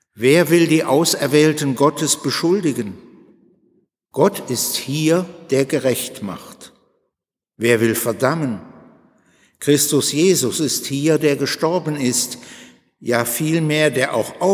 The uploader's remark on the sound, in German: Predigt am Altjahrsabend in der Martin-Luther-Kirche, Detmold